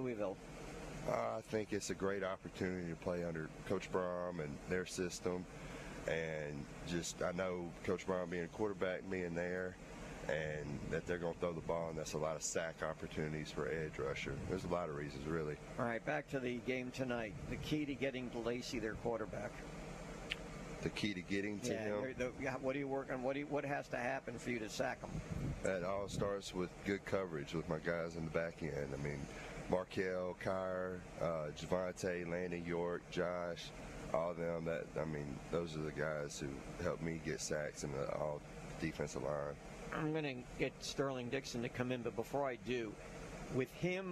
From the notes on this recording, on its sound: LIVE from Spanish Fort High School on the morning of their match up against Saraland!